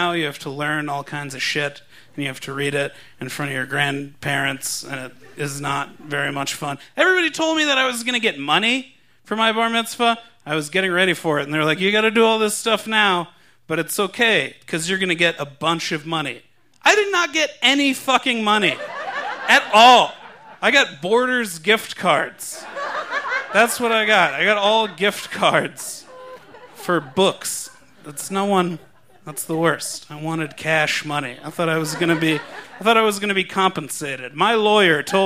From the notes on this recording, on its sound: recorded live on May 20, 2015 at Buntport Theater in Denver, Colorado